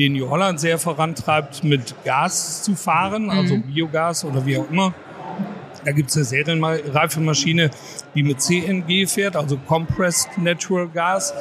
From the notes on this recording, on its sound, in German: Live von der Agritechnica. Wir haben uns auf der weltgrößten Landtechnikmesse umgesehen.